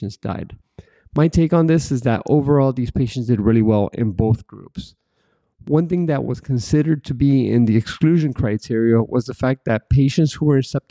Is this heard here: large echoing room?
no